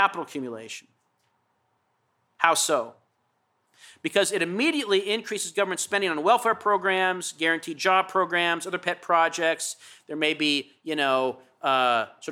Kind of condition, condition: setting, large echoing room